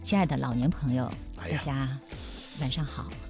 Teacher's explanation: 可是我要做老年节目的话，我要说亲爱的老年朋友们大家好，就不尊重老人。那这时候我要用到胸腔共鸣